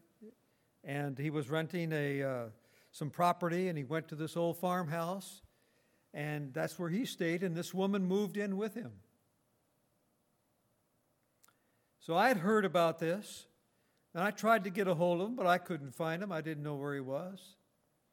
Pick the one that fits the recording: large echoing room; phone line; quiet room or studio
large echoing room